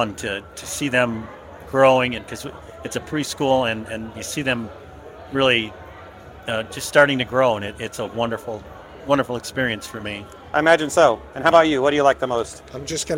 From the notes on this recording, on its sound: from outside the ISSA Show North America 2023 trade show floor